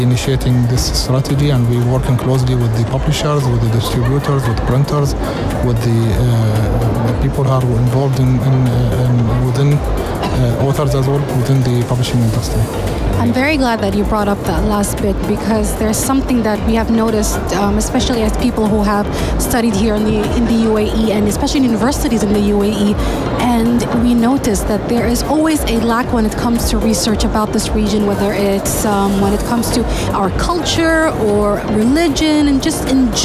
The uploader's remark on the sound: Live from SIBF